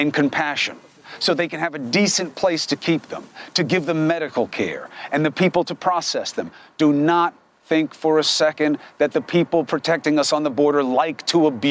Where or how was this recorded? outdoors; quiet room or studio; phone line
outdoors